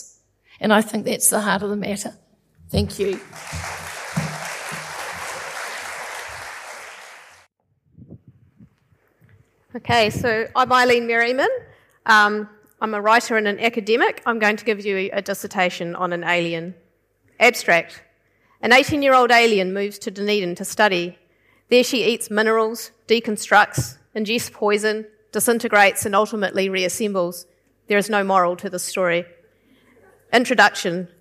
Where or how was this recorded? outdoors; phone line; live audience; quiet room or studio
live audience